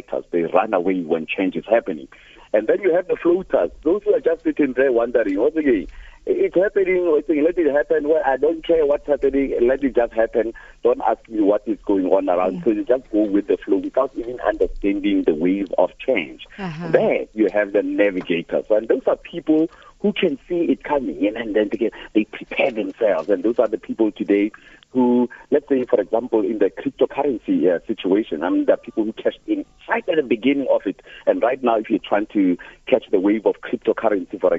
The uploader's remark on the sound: Guest (PHONE)